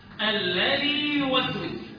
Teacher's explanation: أظهر حرف المد للياء المدية لما يجي بعدها ياء متحركة. لما تتكرر حرف الياء يكون منها ياء ساكنة كمان.